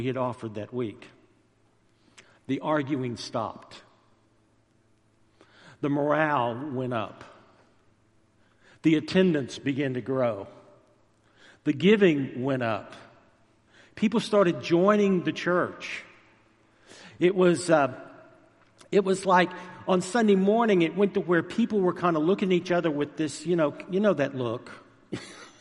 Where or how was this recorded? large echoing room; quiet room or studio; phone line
large echoing room